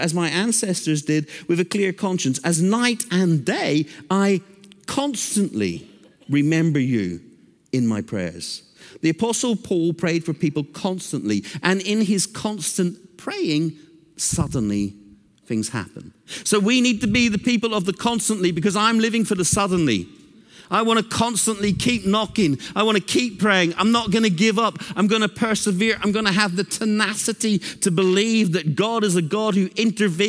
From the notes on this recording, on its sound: Recorded Live at Brookwood Church on 01.014.2024